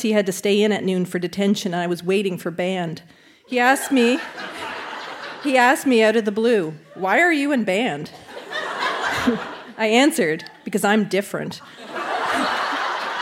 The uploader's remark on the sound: Recorded live at Charlotte Street Arts Centre in Fredericton.